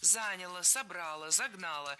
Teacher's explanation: В среднем роде прошедшего времени окончание не ударяем.